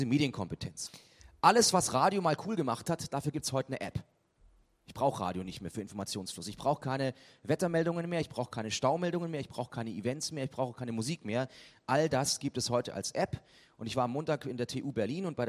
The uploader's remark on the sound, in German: Mit einem Gastvortrag auf den Lokalrundfunktagen in Nürnberg 2011.